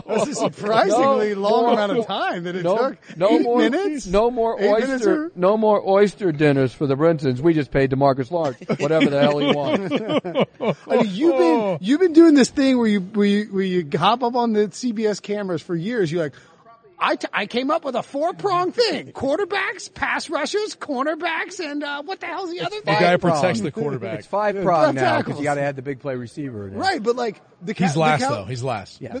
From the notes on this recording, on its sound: live from the floor at the 2019 NFL Combine